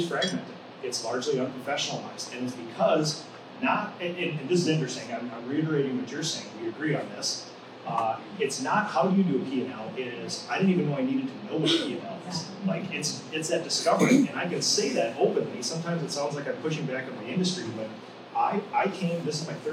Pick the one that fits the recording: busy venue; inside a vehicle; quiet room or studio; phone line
busy venue